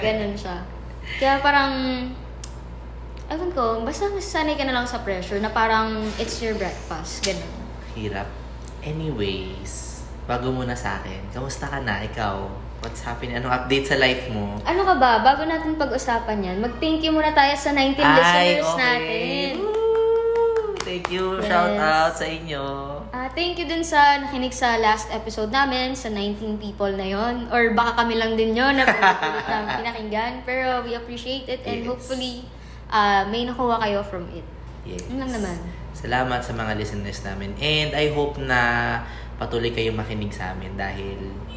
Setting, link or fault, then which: fault, sounds in the background